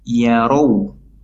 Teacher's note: wawu sukun didahului fathah, dibaca lembut, yaitu sifat layyinah · Term: madlin